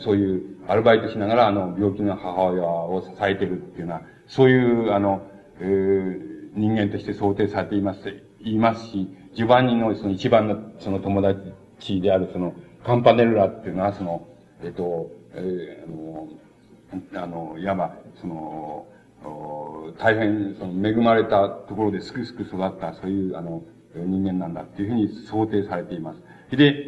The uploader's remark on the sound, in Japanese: 主催：京都精華短期大学 学生部 場所：京都精華短期大学。場所は、京都精華短期大学大教室。一般の人にも開放され、 他大学の学生の聴衆も多かった。音源は主催者提供。